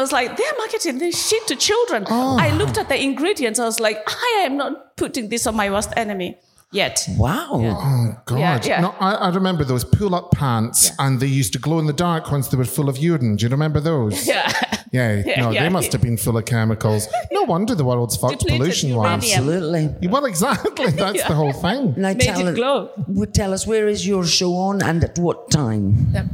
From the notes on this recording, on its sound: We're back with some of the Edinburgh Fringe live shows. Hour-long recording of their podcast.